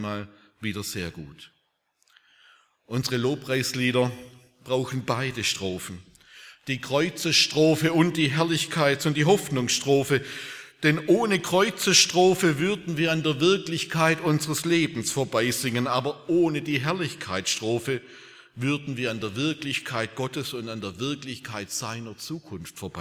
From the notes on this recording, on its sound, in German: aus dem Gottesdienst der Liebenzeller Mission